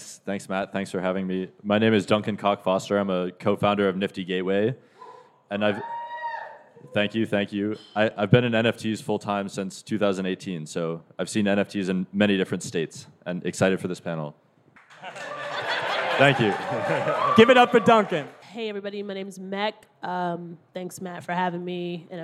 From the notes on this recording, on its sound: The State of NFTs Panel (Live from NYC).